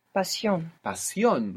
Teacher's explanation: pronouncing the vowels as they're written, and you're going to put the accent on the end